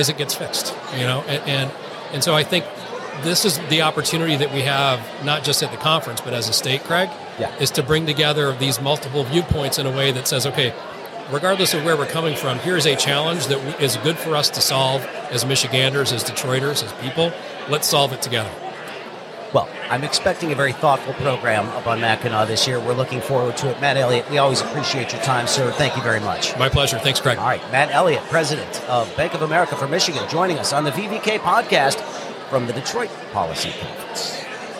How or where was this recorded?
busy venue